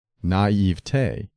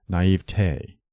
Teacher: It is acceptable to stress the middle syllable, naivete, but the weight of authority favors the primary accent of the final syllable · Shown in: second take · naivete, which should rhyme with day, never with t.